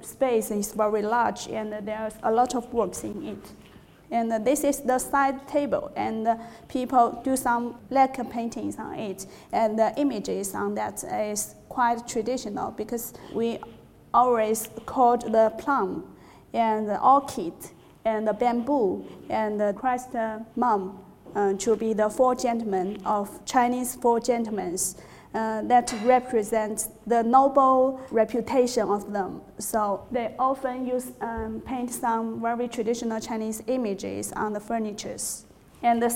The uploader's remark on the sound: In this lecture series, held at The Learning Connexion school of creativity and art in Wellington, New Zealand.